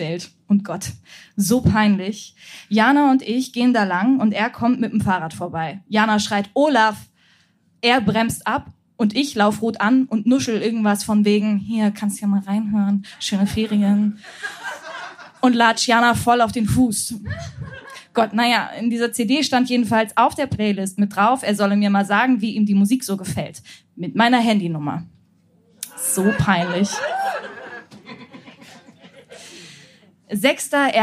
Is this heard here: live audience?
yes